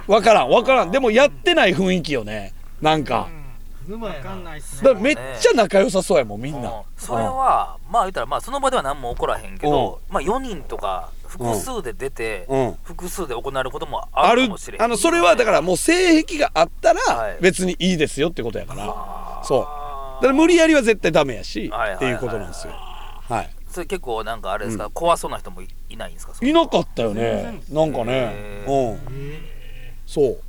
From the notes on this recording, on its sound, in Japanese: 調査のあと、錦糸町の街を歩きながら収録したトークです。